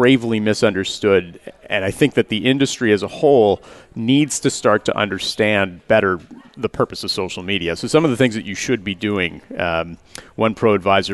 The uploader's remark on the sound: Live Broadcast at the The IPBC IGNITE Conference.